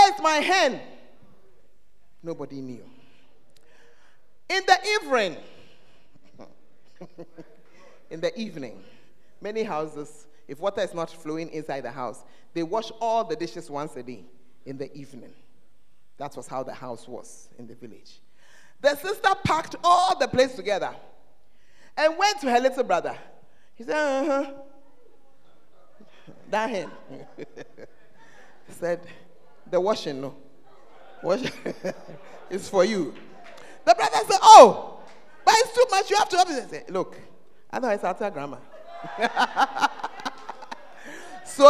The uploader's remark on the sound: Preached at First Love Center; Ayeduase